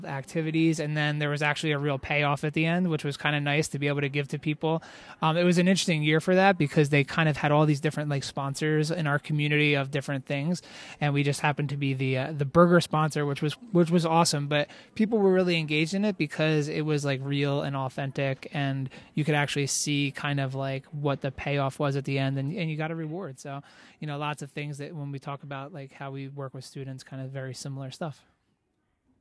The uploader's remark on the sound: While at the conference I took the opportunity to interview 4 random attendees about their conference highlights. Being put on the spot in the conference venue’s hallway.